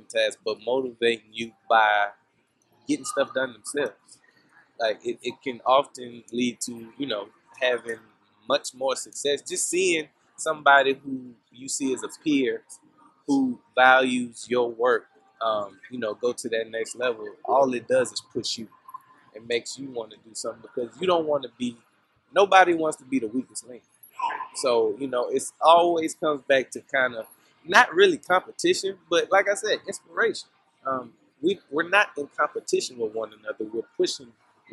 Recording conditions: busy venue